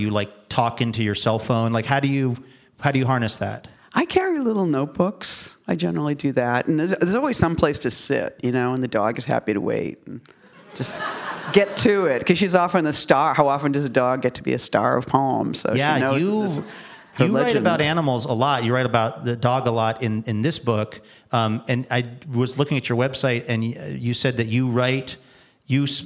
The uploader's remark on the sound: This special Live Wire episode brings together some "All-Star" guests by way of the Portland Book Festival